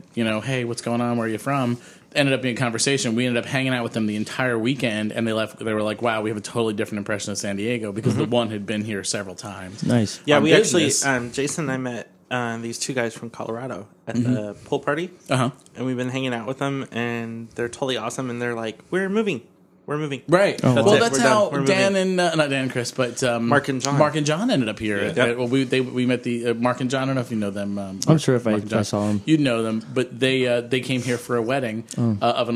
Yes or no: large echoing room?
no